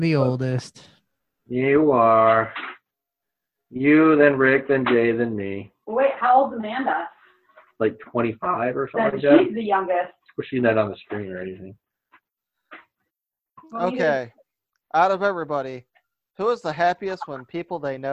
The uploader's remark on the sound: Out in the woods in the Wisconsin Dells and the Henplex Studio unavailable. With poor audio, signals cutting out, and no real agenda.